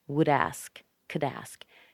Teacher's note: Notice how the D is connected to the A.